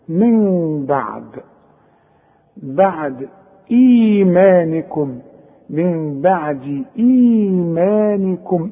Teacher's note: هيبقى افتح شفايفي فتح خفيف انفراد في الشفايف من بعد، واعتمد على الخيشوم عشان تطلع الغنة منه.